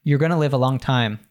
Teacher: going to, of course, becomes gonna.